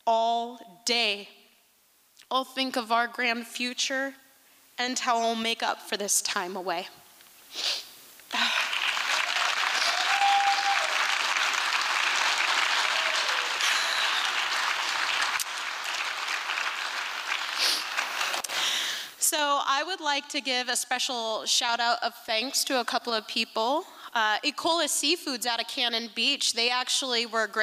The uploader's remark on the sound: Liberty Theatre-Friday Night. Recorded at the Liberty Theatre on Friday, February 24th, 2023.